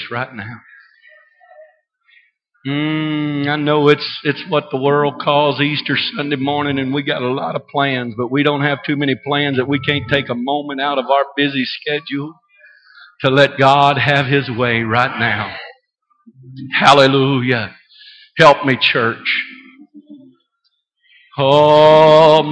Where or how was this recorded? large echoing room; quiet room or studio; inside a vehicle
large echoing room